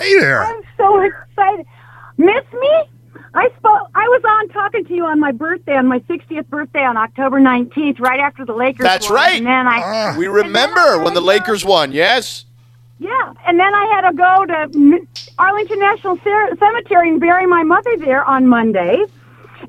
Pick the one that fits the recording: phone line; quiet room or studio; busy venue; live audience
phone line